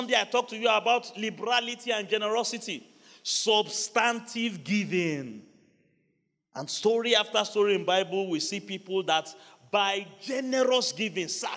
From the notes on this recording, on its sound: Wednesday Service. By Kingsword Ikeja.